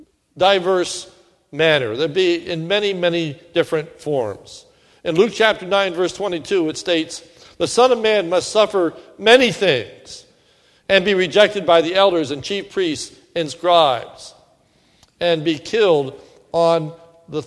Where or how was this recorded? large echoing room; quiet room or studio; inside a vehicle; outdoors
large echoing room